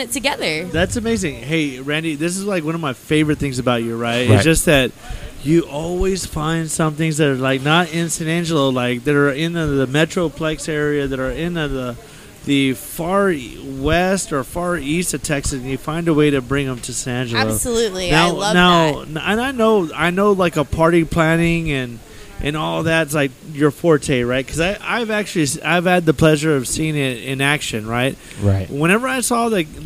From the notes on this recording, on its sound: Live from Kimbo’s Saloon. Recording live from one of San Angelo’s oldest saloon, Kimbo’s Saloon.